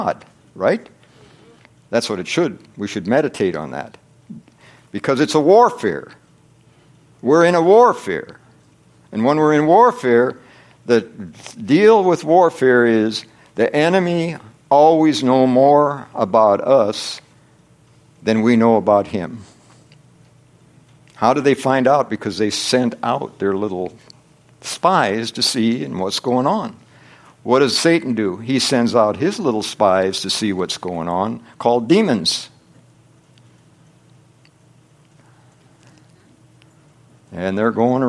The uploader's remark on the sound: from the Wednesday service on September 27, 2023 at Harvest Bible Church in Stockton, California.